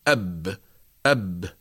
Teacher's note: نقول مثلا الباء الساكنة، إذا أردنا أن ننطق بها نسبقها بهمزة الألف المفتوحة، فنقول أب أب، ونلاحظ أن الباء الساكنة السكون يخرج عند حصول التصادم بين الشفتين. قولوا أب أب، السكون التصاق الشفة العليا بالشفة السفلى.